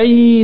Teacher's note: بص بص بص بص اللسان عامل ازاي، انخفاض اقصى اللسان اهو اهو لتحت خلاص، انخفاض مره ثانيه، انخفاض اقصى اللسان وارتفاع الوسط بتاعه اهو، ارتفاع وسطه اهي، ده حرف الاي اهو التلات.